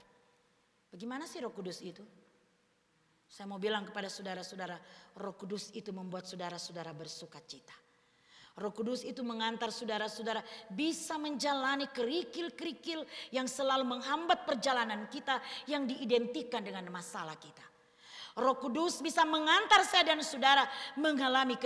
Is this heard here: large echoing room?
yes